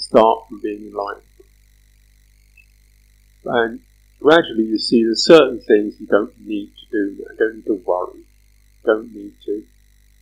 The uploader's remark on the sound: Sound quality poor due to removal of background noise. This talk is truncated by 7 minutes due to excessive noise.